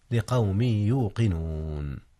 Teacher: أدغم التنوين من قوم في ياء يوقنون، وكان الإدغام بغنة